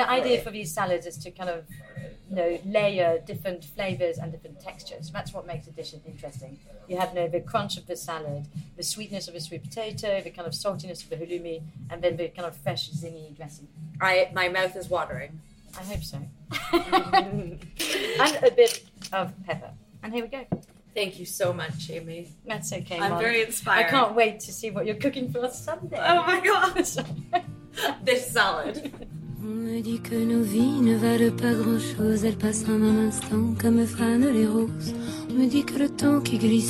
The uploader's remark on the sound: Live from Cafe Pimpin in Paris + Stush in the Bush in Jamaica.